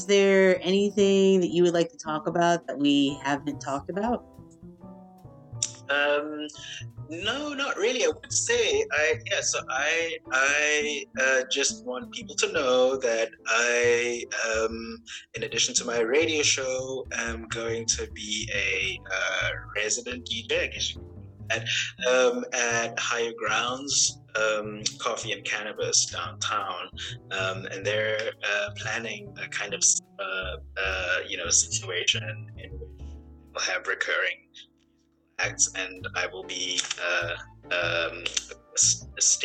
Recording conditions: drop-outs